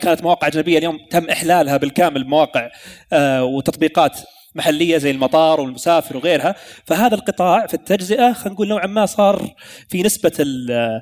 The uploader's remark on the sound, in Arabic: تسجيل لجلستين من عصفورية المحور الثاني، والي أقيمت على هامش زدإكس في واجهة الرياض